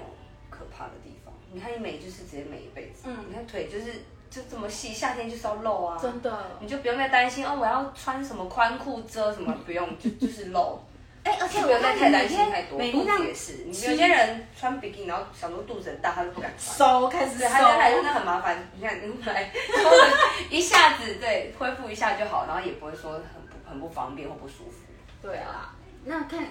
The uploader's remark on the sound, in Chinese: 本集為IG直播側錄收音，錄音品質會受到些微影響。